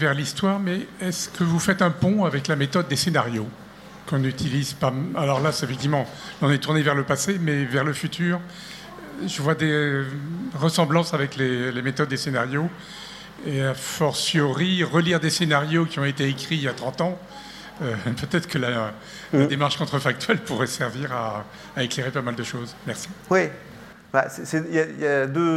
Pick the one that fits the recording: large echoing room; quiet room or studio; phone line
large echoing room